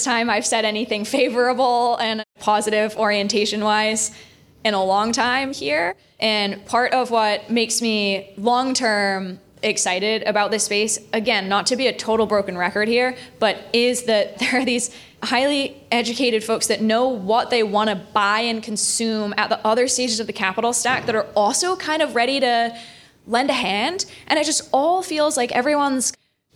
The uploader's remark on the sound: Live from New York Climate Week with CTVC. We kicked off New York Climate Week with a live podcast recording. To our hosts at P&T Knitwear for lending their beautiful space in the Lower East Side.